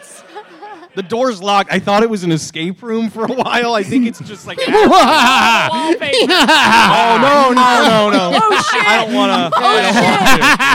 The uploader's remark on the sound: LIVE at the New York Comedy Festival!